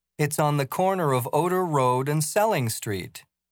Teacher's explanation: Notice that there are two peaks in the answer. They are the stressed syllables and peak vowels of the important words.